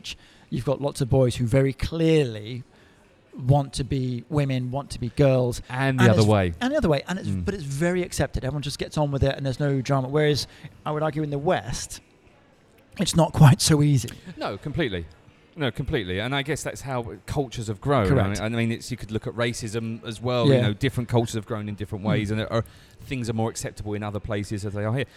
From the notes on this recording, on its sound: Recorded at Coffee Lab